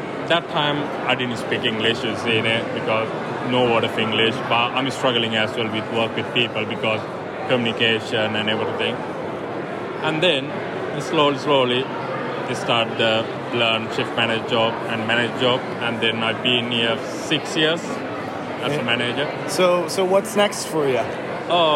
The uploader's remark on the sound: Sounds of the Rally. Live reactions from the Rally! Short interview clips of Dominoids from around the world!